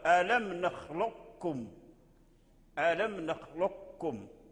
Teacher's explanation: أن نحافظ على صفة الاستعلاء الموجودة في القاف ألم نخلقكم نخلقكم. فإذا أدغمنا القاف في الكاف إدغام كامل فنقرأ بدون صفة استعلاء والقلقلة